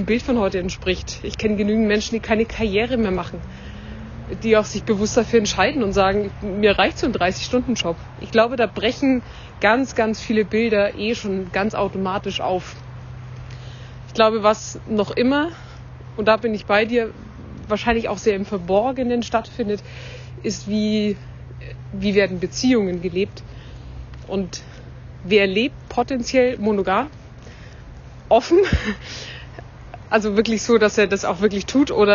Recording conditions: phone or laptop microphone